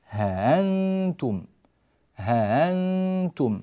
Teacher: الوجه الأول هو تسهيل الهمزة من ها أنتم